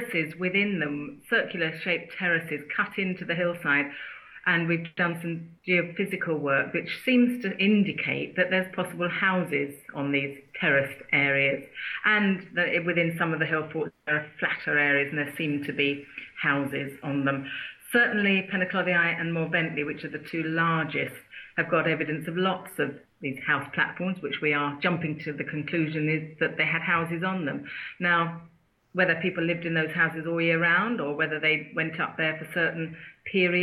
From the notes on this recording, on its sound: Who are currently working on archaeological sites in Denbighshire north Wales, and they were kind enough to agree to speak to me via Skype.